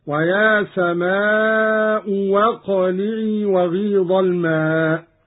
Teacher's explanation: قرأ قالون بإبدال الهمزة الثانية واوا